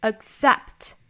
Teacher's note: accept 这个单词里面的这个 k 的发音大家不要爆破出来 · Term: 失去爆破